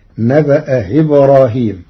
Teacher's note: قرأ ورش كلمتي نبأ إبراهيم بتسهيل الهمزة الثانية بين بين